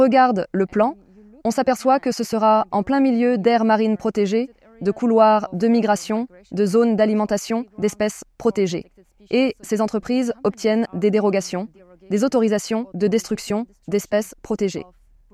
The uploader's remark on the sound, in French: Dans le cadre du Festival Climax. Cet épisode a été enregistré en anglais. Mais la version que vous écoutez est la version française. Interview tournée pendant le festival Climax, à Darwin.